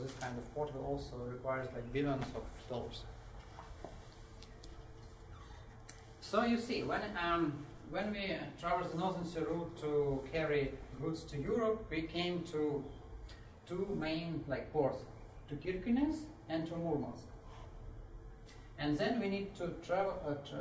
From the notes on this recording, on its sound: This time with a lecture for economics students from Gothenburg University, which was part of a series of lectures on Chinese society that Nordic Centre organized for them.